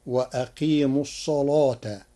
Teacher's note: قرأ ورش كلمة الصلاة بتغليظ اللام لوجود الصاد المفخمة قبلها فتصير وأقيموا الصلاة.